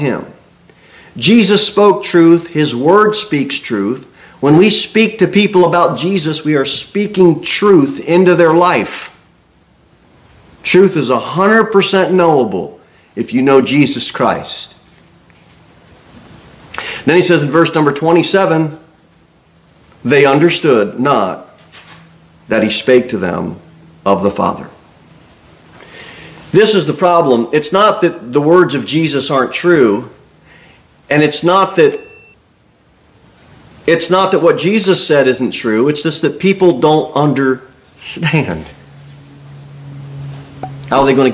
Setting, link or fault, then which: setting, large echoing room